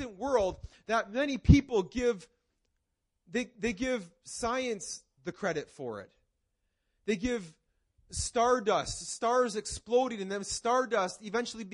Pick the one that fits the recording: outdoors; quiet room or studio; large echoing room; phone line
large echoing room